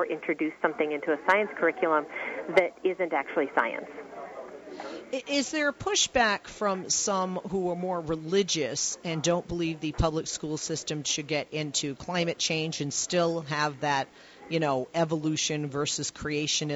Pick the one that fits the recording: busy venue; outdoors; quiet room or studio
busy venue